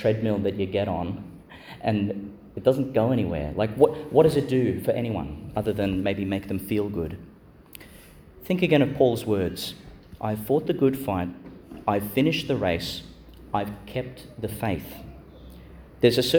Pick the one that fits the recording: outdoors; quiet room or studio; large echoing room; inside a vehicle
large echoing room